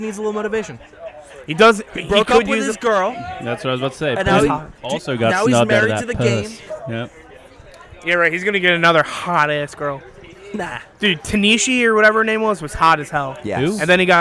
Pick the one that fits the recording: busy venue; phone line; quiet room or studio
busy venue